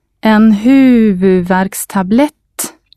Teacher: try to stress the first and last syllable clearly. The first stressed syllable carries a long U sound, and the word ends with a long T sound.